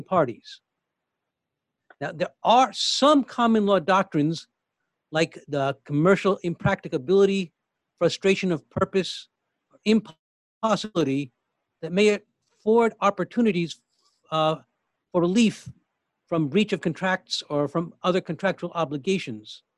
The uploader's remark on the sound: Facilitated a live 2-hour webinar and Q&A. This is the audio only.